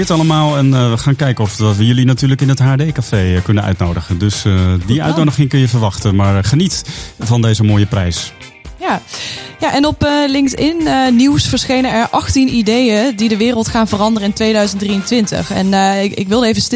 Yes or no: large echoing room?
no